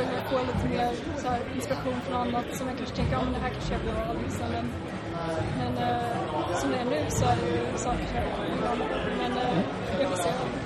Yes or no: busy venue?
yes